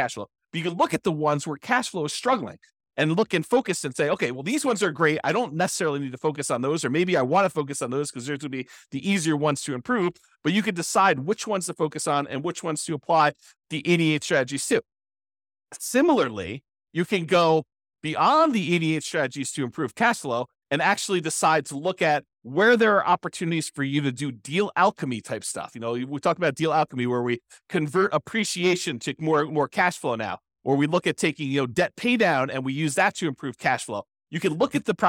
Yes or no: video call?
no